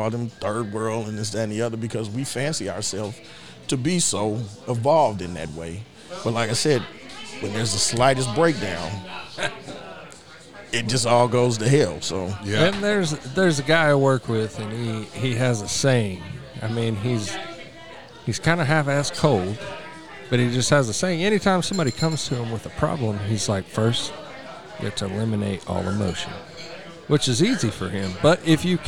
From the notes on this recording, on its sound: from Neds Starlight Lounge in Oklahoma City